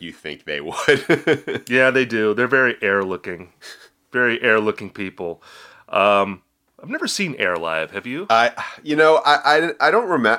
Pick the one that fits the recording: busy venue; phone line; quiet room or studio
quiet room or studio